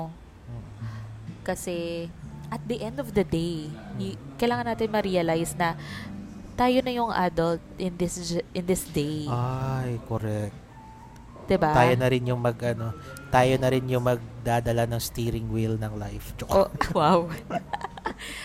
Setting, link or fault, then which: setting, busy venue